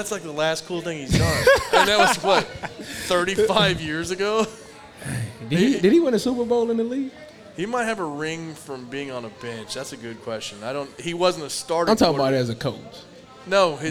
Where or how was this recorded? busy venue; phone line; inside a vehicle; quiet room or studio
busy venue